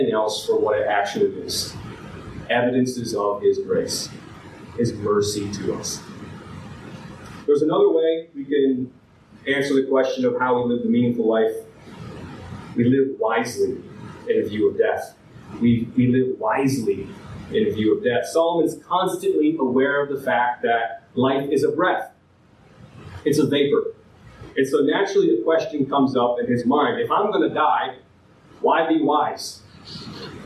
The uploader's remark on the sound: This file has damaged audio quality.